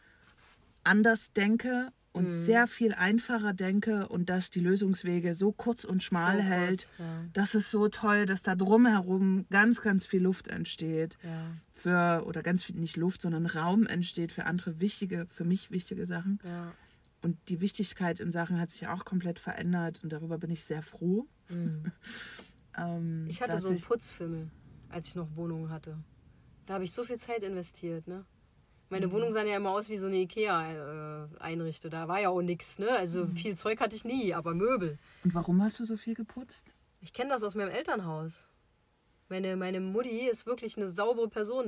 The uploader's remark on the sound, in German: Denn wir beide sind zum Zeitpunkt der Aufnahme tatsächlich auf dem Weg zu unseren Elternhäusern in Deutschland.